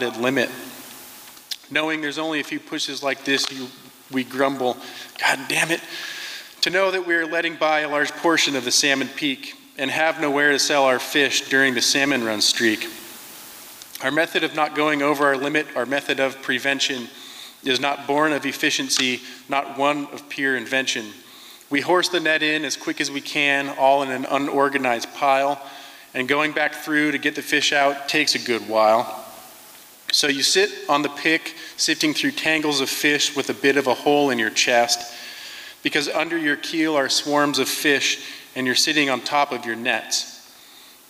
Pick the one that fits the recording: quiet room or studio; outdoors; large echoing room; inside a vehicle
large echoing room